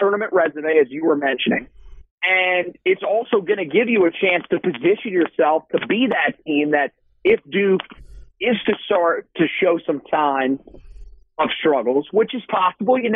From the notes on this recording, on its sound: over the phone